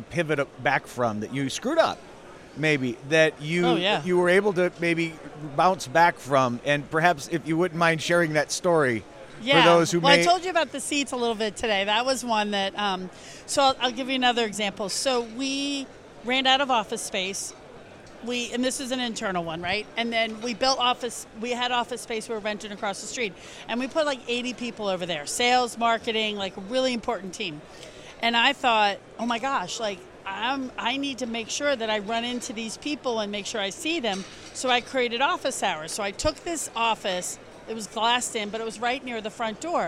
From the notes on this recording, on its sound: Stopped by the ISBI 360 booth at the ALSD Conference to share a few moments of insight.